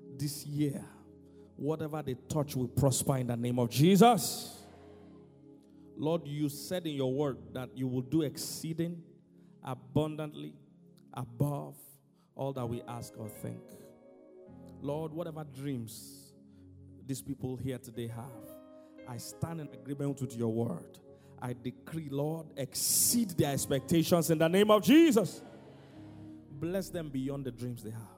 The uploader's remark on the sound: GAINING MOMENTUM 2019 CONFERENCE Island- Day 1.